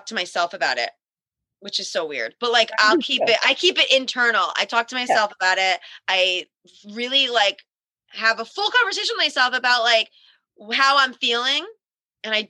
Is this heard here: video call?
yes